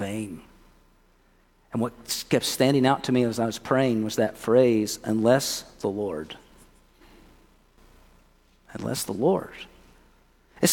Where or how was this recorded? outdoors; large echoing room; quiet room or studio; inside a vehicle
large echoing room